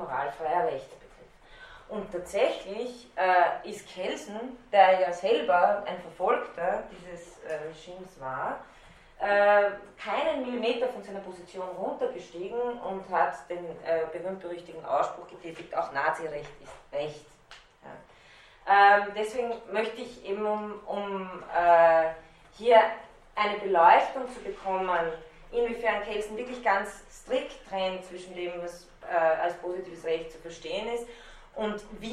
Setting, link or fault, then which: setting, large echoing room